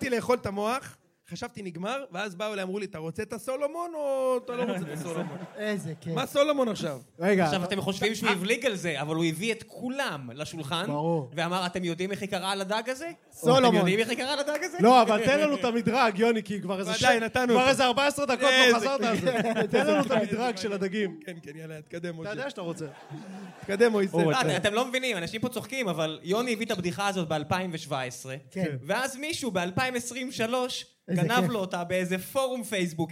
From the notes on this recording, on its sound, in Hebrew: במועדון הגריי בתל-אביב שהוקלטה ב-21 באוגוסט 2023